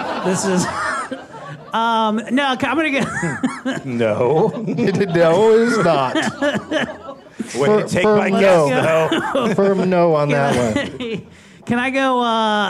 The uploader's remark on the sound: Live from The Improv in Washington D.